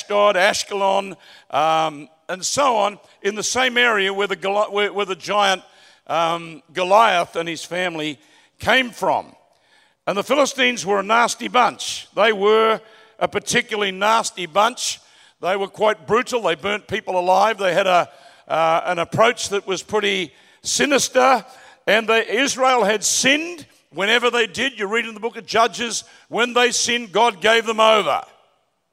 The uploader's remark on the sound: Recorded at Planetshakers Church (Melbourne).